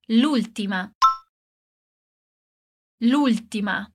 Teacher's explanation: a gente corta o A de la e emenda o L no última, l'ultima. E para fazer o som do L em última, basta fazer aquela dobrinha na língua.